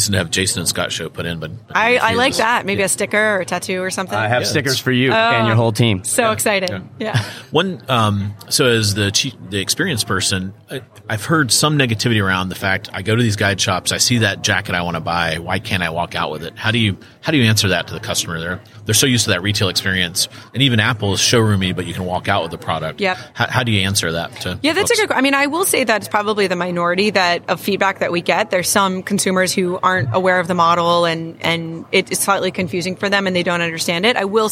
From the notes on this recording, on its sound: sat down for an interview live from the NRF Big Show